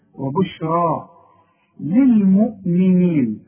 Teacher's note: وبشرى عند الياء بتتحول الى الف عند النطق، وبشرى تكتب بالياء، وبشرى للمؤمنين.